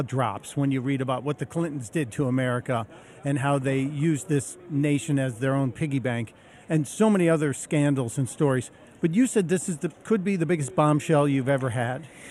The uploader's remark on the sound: Live from Freedom Fest in Vegas.